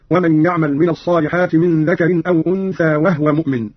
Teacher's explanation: قرأ قالون بإسكان الهاء هكذا: ومن يعمل من الصالحات من ذكر أو أنثى وهو مؤمن.